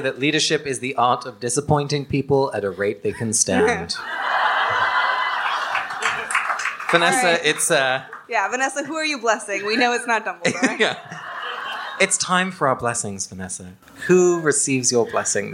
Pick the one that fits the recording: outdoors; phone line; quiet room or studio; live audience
live audience